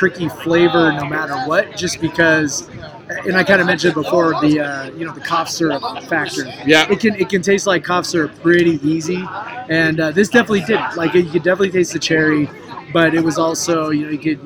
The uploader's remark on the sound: Live show! From the postgame tailgate. We hauled our microphones and computers over the mountains and then hauled them out to record a podcast after watching the spring game. There were too many people to name.